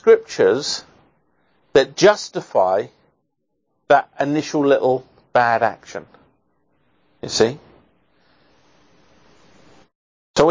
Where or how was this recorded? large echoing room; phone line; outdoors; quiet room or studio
large echoing room